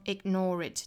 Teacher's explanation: 美音这个 ignore 这个词本身后面是含有的这个卷舌音，所以它其实属于是一个自然的连读而没有去加音